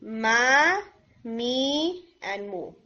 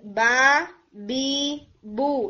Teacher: ठीक है, यानी एक जैसे हिट से नहीं आपने बोलना, मा का हिट नॉर्मल है, सॉफ्ट है, और बा का जो हिट है वो ज्यादा स्ट्रांग है